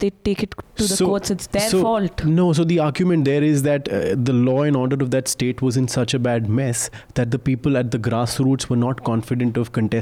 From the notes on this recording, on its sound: over the phone